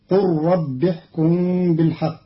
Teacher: قرأ قالون كلمتي قال ربي بضم القاف وحذف الألف مع إسكان اللام مدغمة في الراء بعدها وصلا، فتصير قل رب احكم بالحق، على أنه فعل أمر للنبي صلى الله عليه وسلم.